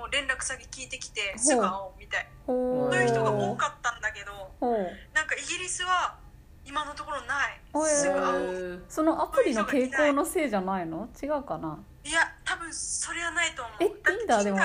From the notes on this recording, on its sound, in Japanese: LINE電話でのやりとりなので、声が遅れたり音質が悪いことがありますので、ご了承ください。